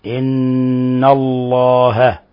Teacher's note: ينبغي أن نلاحظ تفخيم لفظ الجلالة وإظهار اللام إن الله، لأن بعض الناس يقلب اللام نونا إن الله يقرأ، وهذا خطأ.